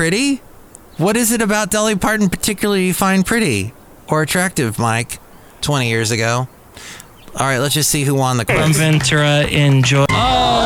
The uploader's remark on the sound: podcast live from Cafe Anyway